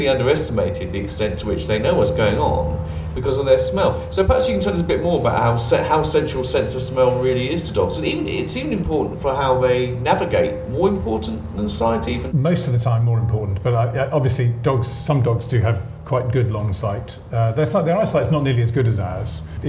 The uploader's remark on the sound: This podcast was recorded at Foyles bookshop in Bristol in association with the Bristol Festival of Ideas . This podcast was recorded at Foyles bookshop in Bristol in association with the Bristol Festival of Ideas .